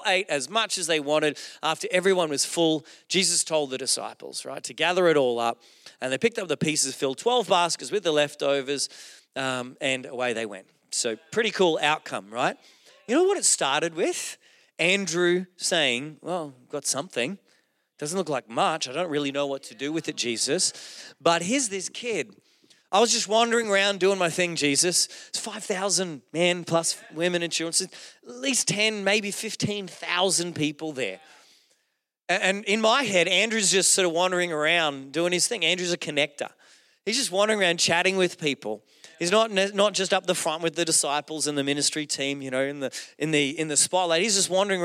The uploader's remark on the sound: Recorded during our Melbourne East service